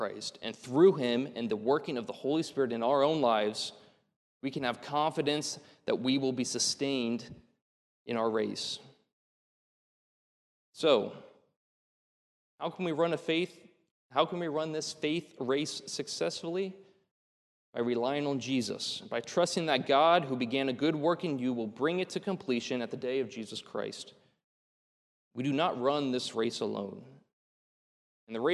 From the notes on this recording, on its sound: This is a sermon recorded at the Lebanon Bible Fellowship Church in Lebanon, PA during the evening service on 9/24/2023